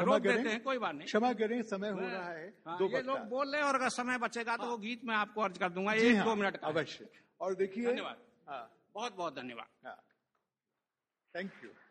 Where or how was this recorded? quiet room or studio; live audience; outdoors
live audience